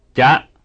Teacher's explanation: They are all read with high pitch contour.